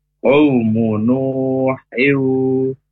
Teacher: Nu panjang dua harokat mad tabi'i atau mad asli.